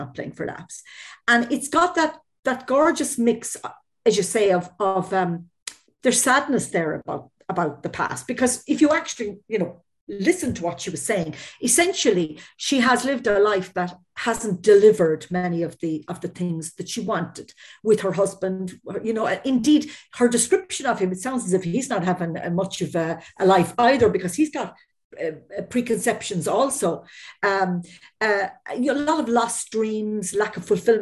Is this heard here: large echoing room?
no